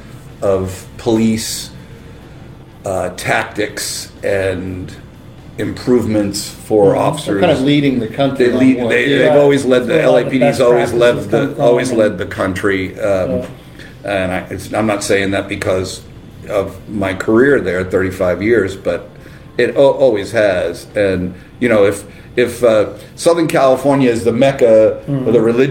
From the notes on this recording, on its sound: Episode shot LIVE at RUTHS CHRIS Steakhouse in Northern Indianapolis, largest one in the United States.